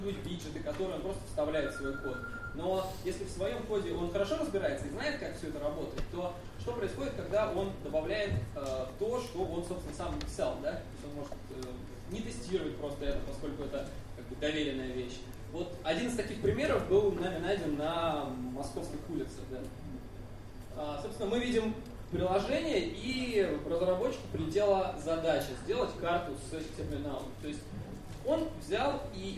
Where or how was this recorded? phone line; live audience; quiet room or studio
live audience